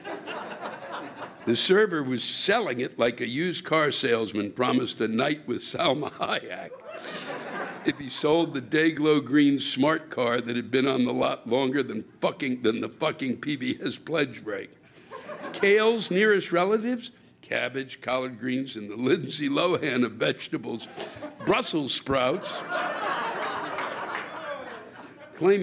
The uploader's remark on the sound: Live From the National Comedy Center